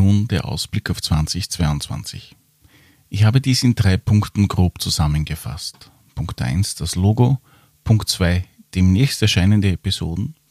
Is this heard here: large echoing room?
no